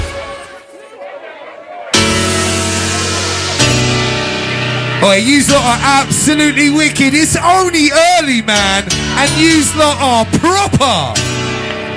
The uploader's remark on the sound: Live At House Is A Feeling Meets Shine 879 Summer Splash 2023